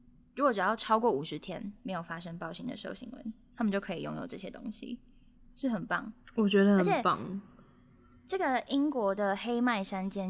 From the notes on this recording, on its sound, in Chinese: 直播節目會有一些現場音或不可抗力干擾。